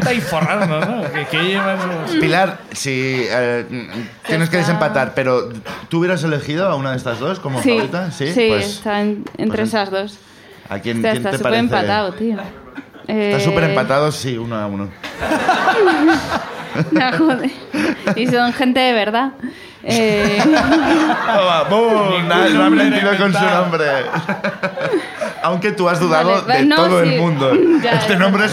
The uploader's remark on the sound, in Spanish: Segundo show de La Ruina desde Madrid. El público de La Ruina en Madrid también nos cuenta sus aventuras.